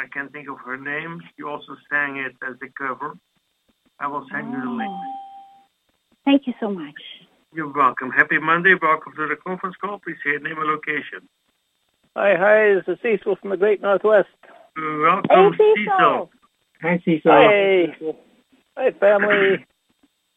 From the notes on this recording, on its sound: Conference Call LIVE